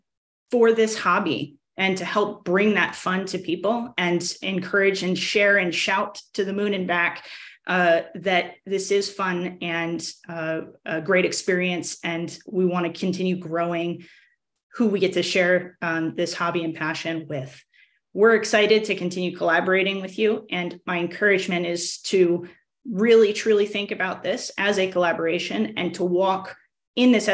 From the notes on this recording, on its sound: hosted a Zoom panel